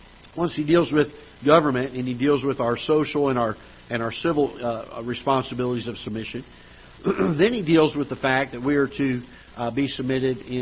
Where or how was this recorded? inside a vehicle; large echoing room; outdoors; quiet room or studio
large echoing room